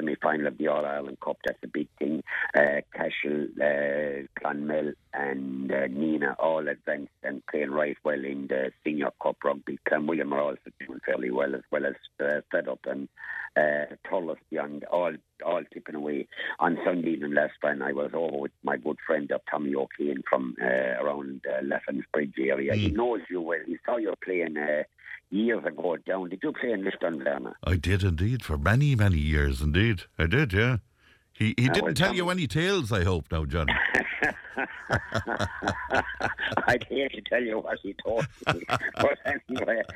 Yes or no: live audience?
no